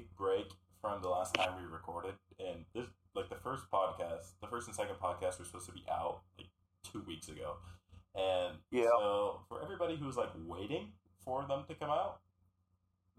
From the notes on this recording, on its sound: I hope you enjoy the terrible audio quality at its best